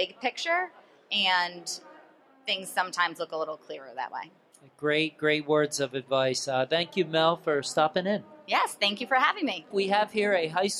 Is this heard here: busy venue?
yes